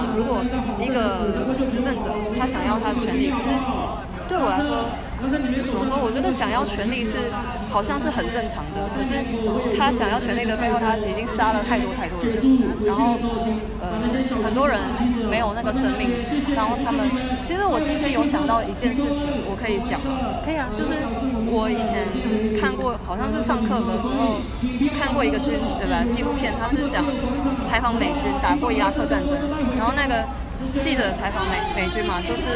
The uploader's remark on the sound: 台北中正紀念堂現場原音原聲重現. Live from the Myanmar demonstration in Taipei - unedited. 這是我們第一次嘗試現場原音採訪報導.